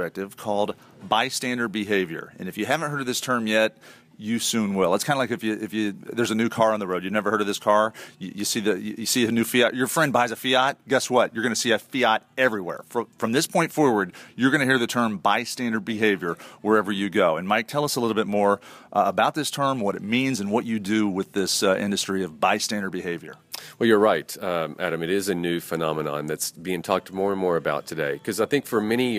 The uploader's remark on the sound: Live at The Ohio State University